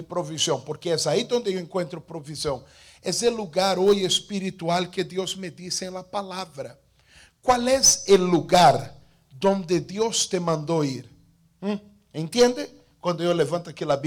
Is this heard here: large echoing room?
yes